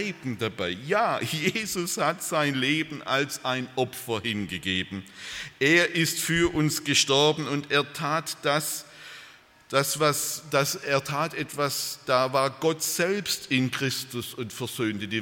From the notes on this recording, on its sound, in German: Aus dem Gottesdienst der Liebenzeller Mission.